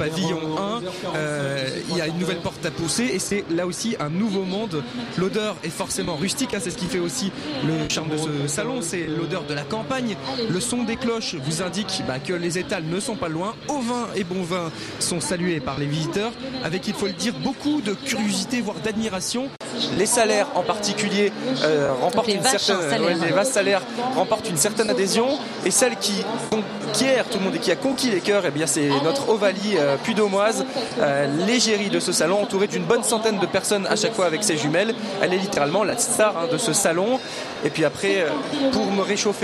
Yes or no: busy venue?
yes